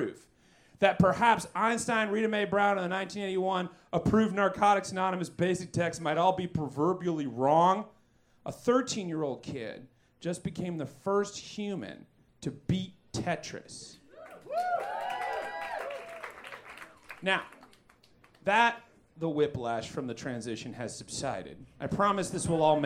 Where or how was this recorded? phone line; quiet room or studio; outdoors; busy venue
busy venue